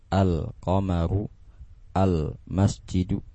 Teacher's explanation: Kalau alif lam al-qamariyah, huruf lamnya terbaca dengan jelas, al-qamaru, al-masjidu.